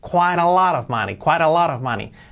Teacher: Hemos cambiado la T por la R suave. ¿Y qué ha quedado?